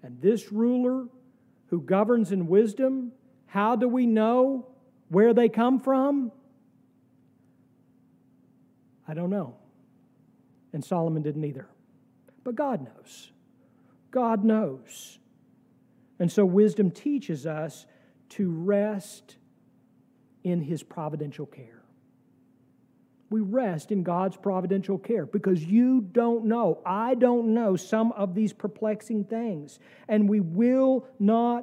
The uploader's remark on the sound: sermon from our worship service on September 17, 2023